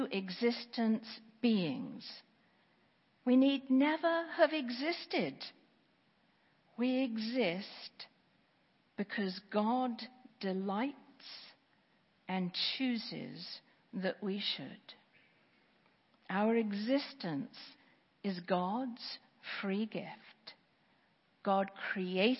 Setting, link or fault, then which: setting, large echoing room